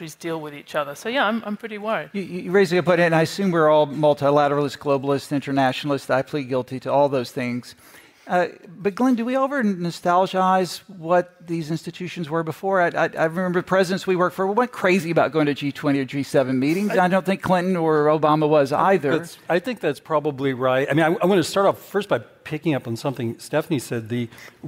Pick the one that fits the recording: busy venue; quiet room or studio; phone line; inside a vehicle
busy venue